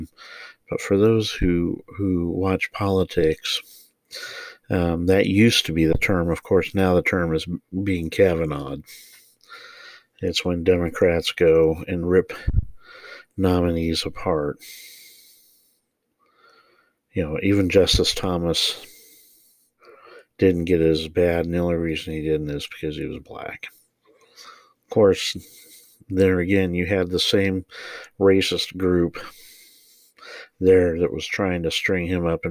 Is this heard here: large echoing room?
no